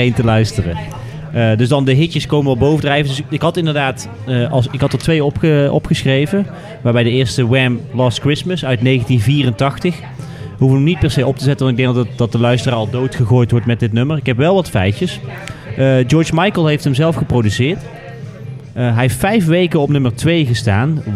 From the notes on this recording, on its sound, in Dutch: live vanuit cafe Steck in Tilburg